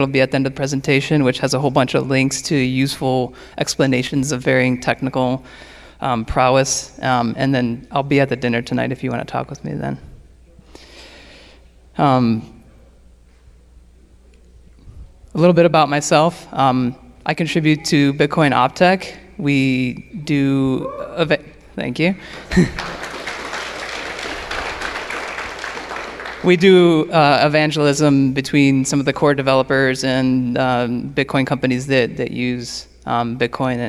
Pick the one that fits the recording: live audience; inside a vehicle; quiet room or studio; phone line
live audience